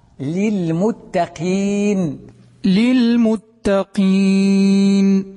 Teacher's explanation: أخلص الكسرة في القاف